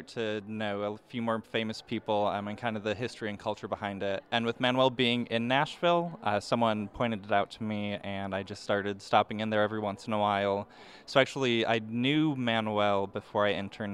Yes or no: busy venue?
yes